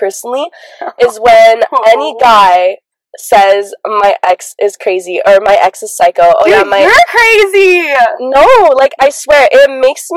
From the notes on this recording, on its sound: Bear with us, the audio will get better with time